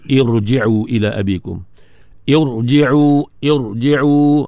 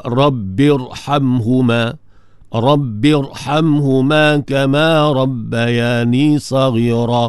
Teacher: Maka ra tadi dibaca dengan tebal, tafkhim. Jangan baca dengan nipis lah. · Term: ra tebal